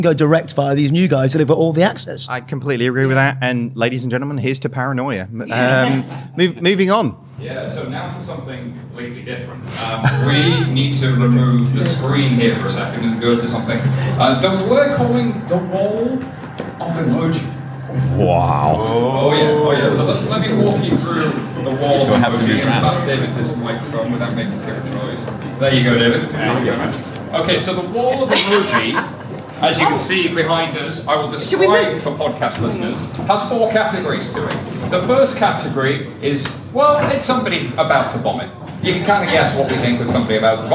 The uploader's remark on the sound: We have a live audience, a later start than usual and plenty to drink.